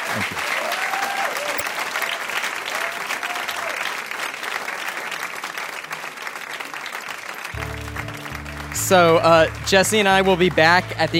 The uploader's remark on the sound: We held a live taping of the Trump, Inc. Podcast at The Greene Space in New York City.